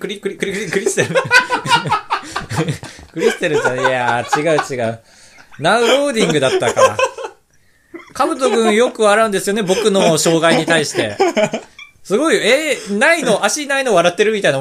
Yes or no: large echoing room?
no